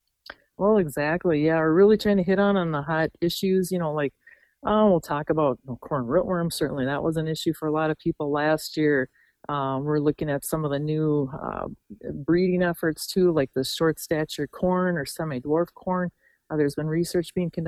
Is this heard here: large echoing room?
no